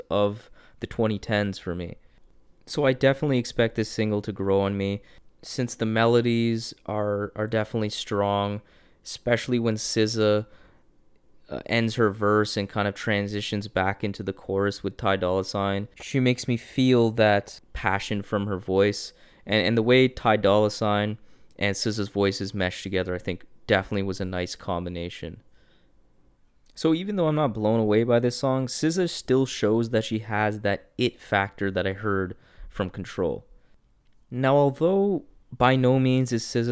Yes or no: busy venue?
no